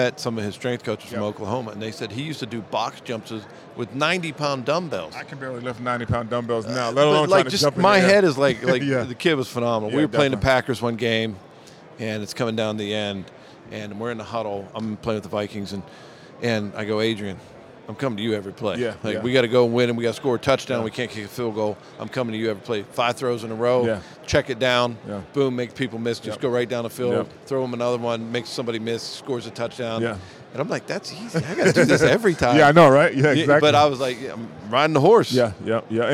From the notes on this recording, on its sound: LIVE RAW & UNFILTERED at Super Bowl LVII